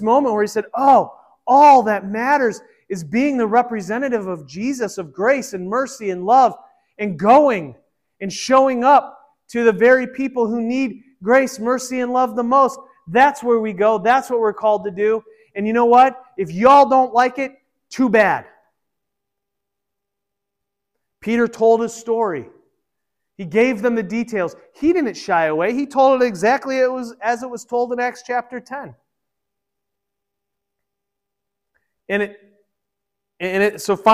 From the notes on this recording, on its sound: This was originally recorded at Peace Presbyterian Church in Flint, MI